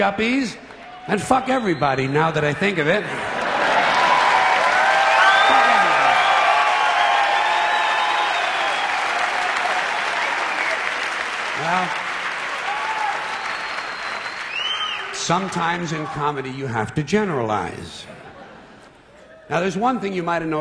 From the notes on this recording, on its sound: recorded in 1996 at the Beacon Theater in New York City